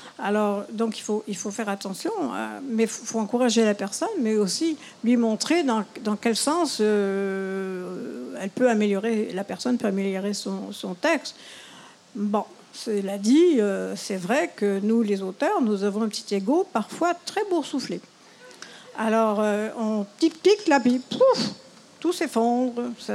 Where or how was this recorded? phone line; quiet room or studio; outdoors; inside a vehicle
outdoors